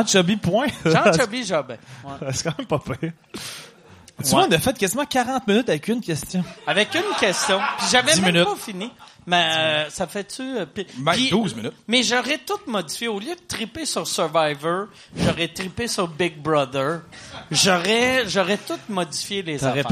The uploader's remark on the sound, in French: une soirée Q&A que nous avons enregistré avant les fêtes